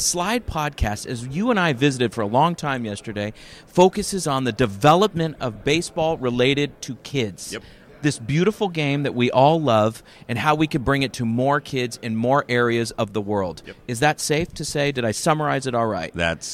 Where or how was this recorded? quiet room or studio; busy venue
busy venue